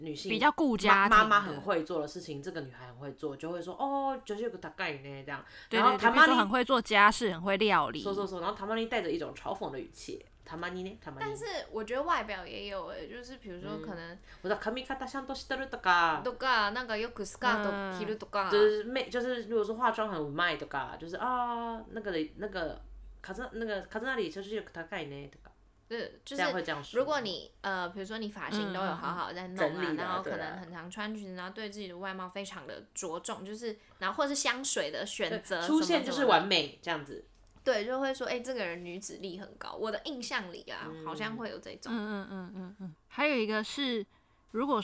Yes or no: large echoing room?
no